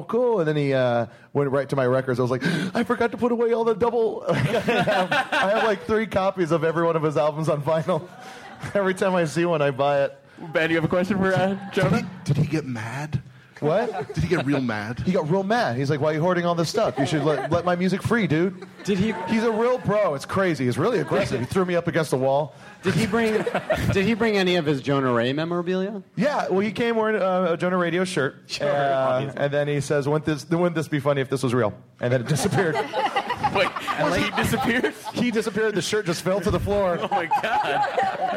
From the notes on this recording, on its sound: Live from SDCC 2014, it's the Nerdist Podcast Super Panel